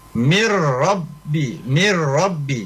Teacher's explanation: Jadi langsung ke ro tapi tidak boleh dengung ya. Nah, jadi ro nya tidak boleh dengung, mir tidak boleh ya. · Term: idgham bilaguna